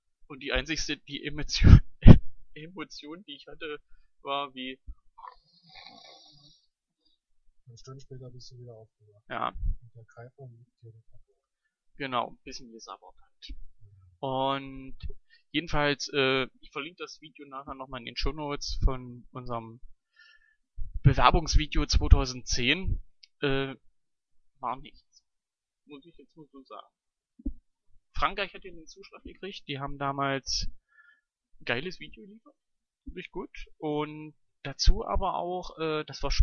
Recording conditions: poor sound quality